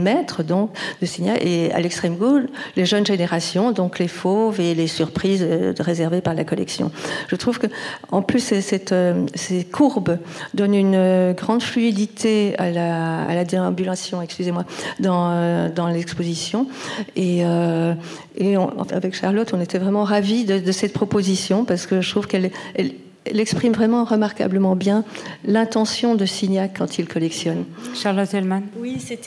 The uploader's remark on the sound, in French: Enregistrement de la conférence inaugurale du 22 octobre 2021